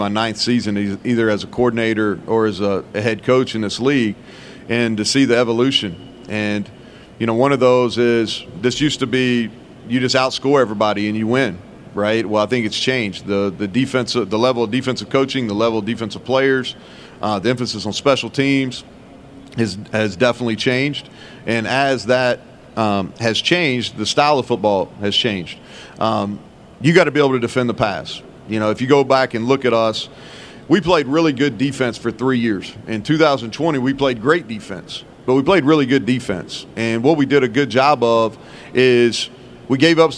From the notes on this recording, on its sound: press conference at Big 12 Football Media Days